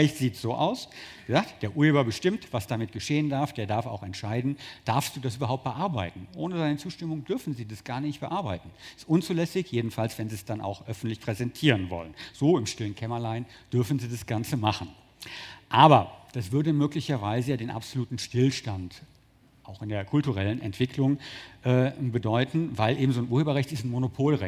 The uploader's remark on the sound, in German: 2018 im RP-Zelt beim Campfire-Festival in Düsseldorf.